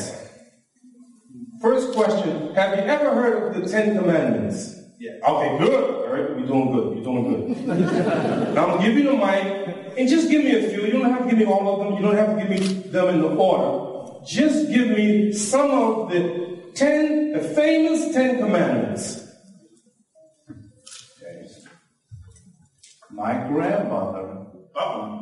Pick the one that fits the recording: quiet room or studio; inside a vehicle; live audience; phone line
live audience